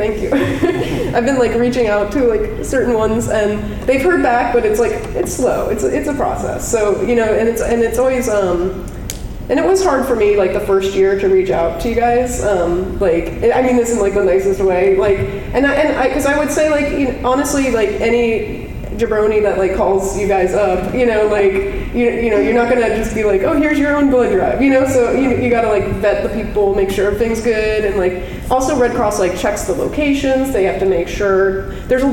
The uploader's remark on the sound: the audio we recorded during the CARTOONISTS DRAW BLOOD panel from Sunday, September 30 at Baltimore Comic-Con 2018